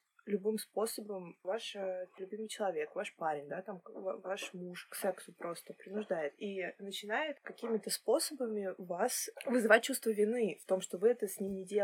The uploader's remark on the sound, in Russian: записывала в неблагоприятных условиях, поэтому просим прощения за звук